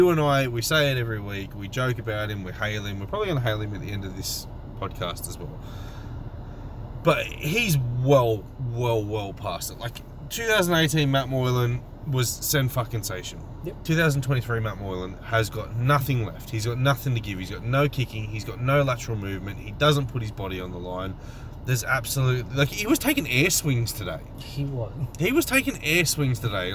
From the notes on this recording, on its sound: sit in the car and yell for half an hour